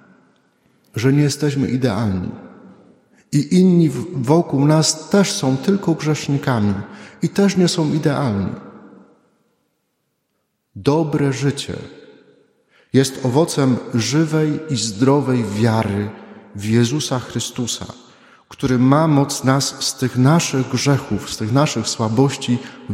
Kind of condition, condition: setting, large echoing room